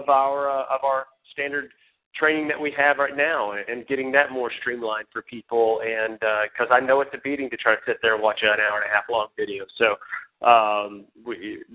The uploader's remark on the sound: Team Elite Conference Call.